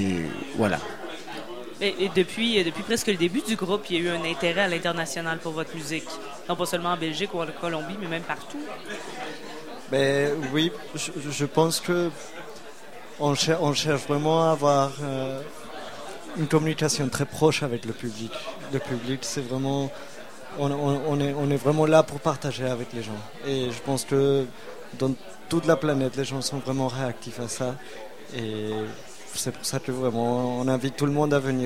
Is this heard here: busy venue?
yes